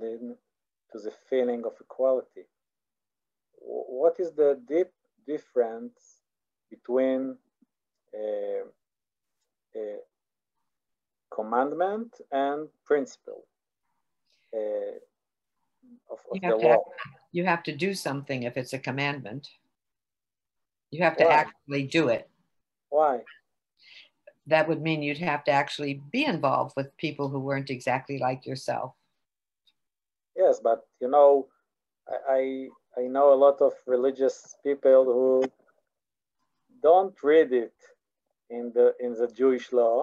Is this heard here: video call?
yes